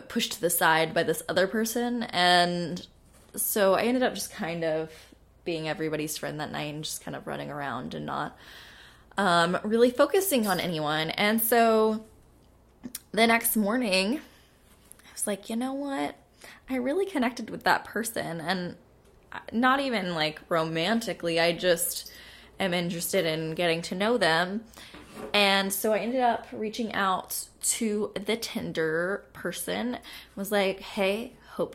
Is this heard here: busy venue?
no